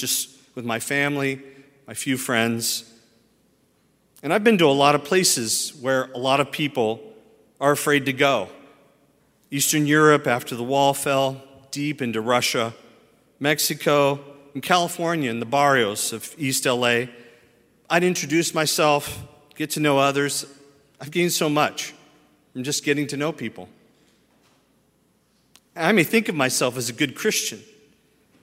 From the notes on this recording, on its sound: at Highland Baptist Church, Louisville, Kentucky